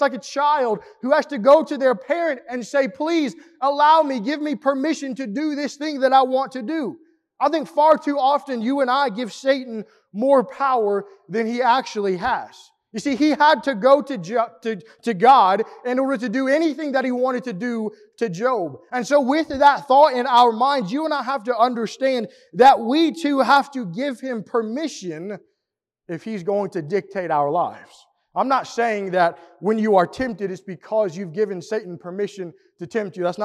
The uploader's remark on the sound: Preached at the East Hill Church of Christ in Pulaski, TN on Sunday, August 14, 2022.